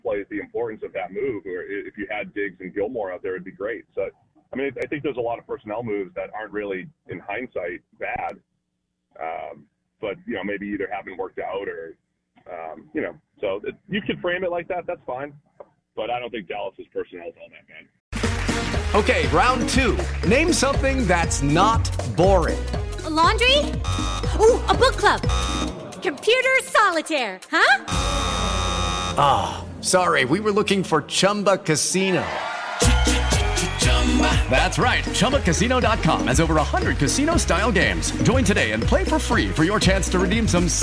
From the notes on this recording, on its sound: Joins the show on the Farm Bureau guest line talking everything NFL live in the BankPlus Studio.